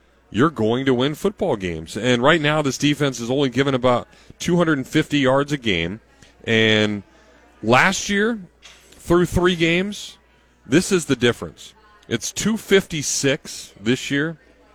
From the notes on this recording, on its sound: live from the Gainesville Hilton